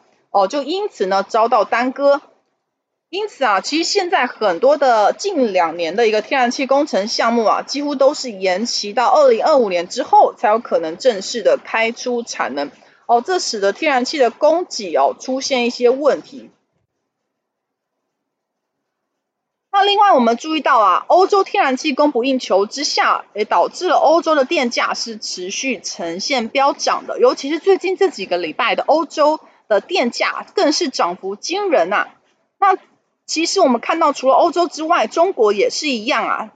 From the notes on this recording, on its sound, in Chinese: 本集有些許雜音，已亟力避免，如有察覺請多多包涵。